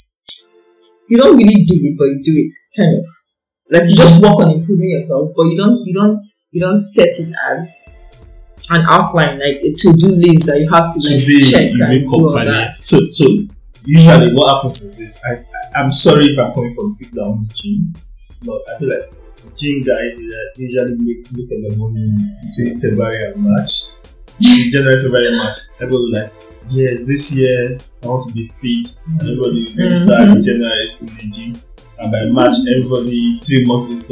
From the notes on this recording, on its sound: there was a bit of issue with the sound